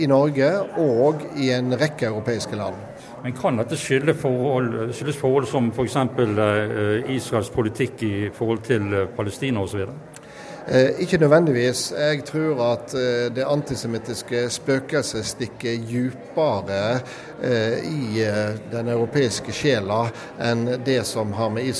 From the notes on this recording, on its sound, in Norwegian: Under den Jødiske Kulturfestivalen i Trondheim